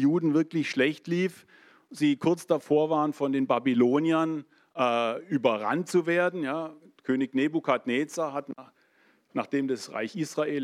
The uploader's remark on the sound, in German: in der Gemeinde Kaleo Schopfheim aufgenommen